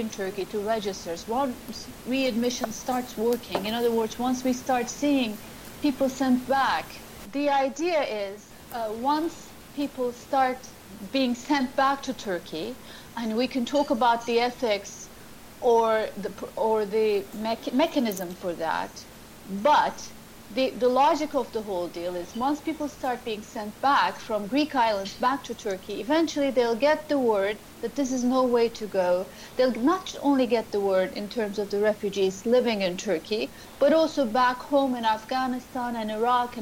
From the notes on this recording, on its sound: we have technical difficulties this week and we apologise for the sound quality